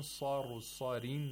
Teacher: the sad has tafkhim at the second highest level